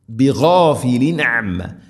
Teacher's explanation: തൻവീന് ശേഷം അയിന് വെളിവാക്കി ഉച്ചരിക്കണം, മണിക്കാതെ വെളിവാക്കി ഉച്ചരിക്കണം. ബിഗാഫിലിൻ അമ്മ, അമ്മ മീമിന് ശദ്ദ് മണിക്കണം.